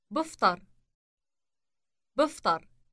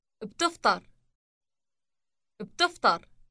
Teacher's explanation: The difference between I eat and you eat is the T sound inserted after the initial B sound. · Shown in: second take